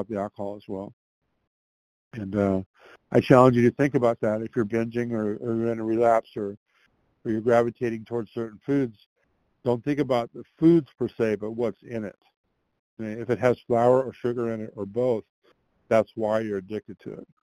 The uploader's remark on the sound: from the 100 Pounders Phone Meeting, 12/8/22